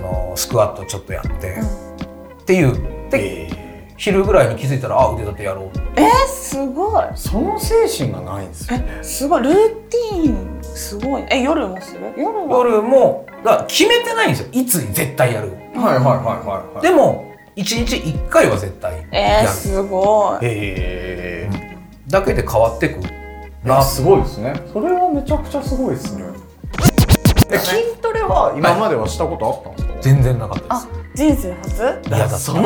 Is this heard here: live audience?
no